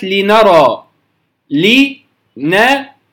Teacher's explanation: نجد أن اللام يعني أقرب في الحنك الأعلى، أقرب للداخل، النون تحتها بقليل أقرب للخارج، الراء أقرب منهما للخارج